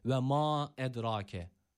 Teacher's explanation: Ed rake kelimesindeki dal harfi sakindir. Kalkalemiz var. Bu kalkaleyi yaparken de yine burada sesimizi dalgalı bir şekilde çıkarmamız gerekiyor.